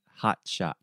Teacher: in the first T sound, I'm using what we call a stop T. So I'm not saying hot shot, but I'm saying hot shot.